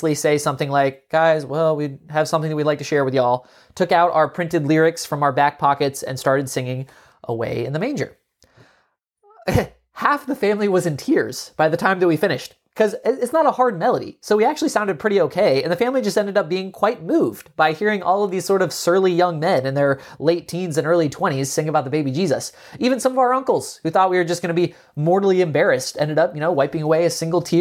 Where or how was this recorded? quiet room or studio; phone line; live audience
quiet room or studio